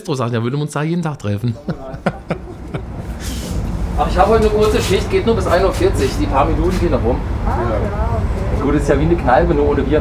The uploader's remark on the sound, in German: Das haben wir im Zug